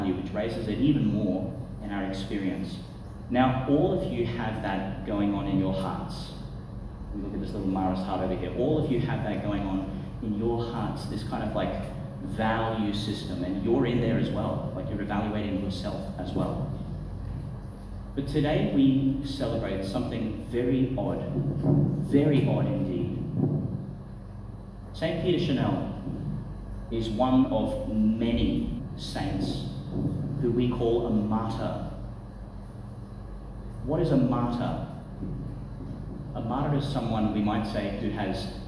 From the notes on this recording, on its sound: delivered at Chanel College, Gladstone